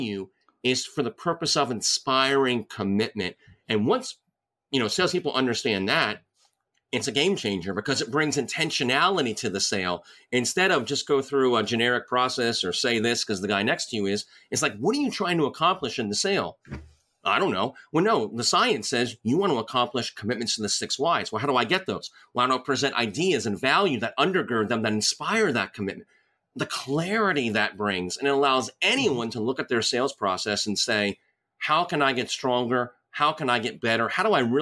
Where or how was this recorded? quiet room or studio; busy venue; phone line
quiet room or studio